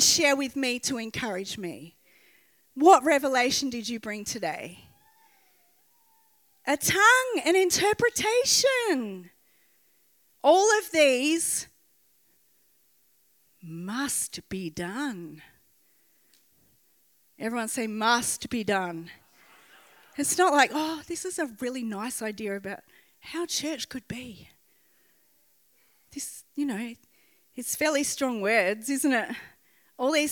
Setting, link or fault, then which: setting, large echoing room